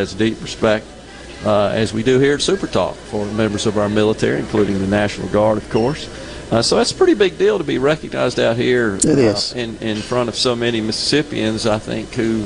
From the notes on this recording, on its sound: LIVE from The Sanderson Farms Championship!